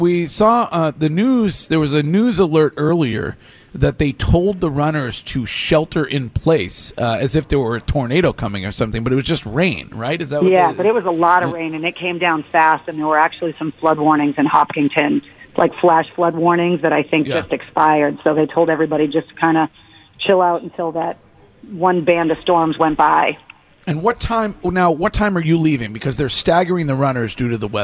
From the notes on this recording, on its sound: Broadcasting live from The Capital Grille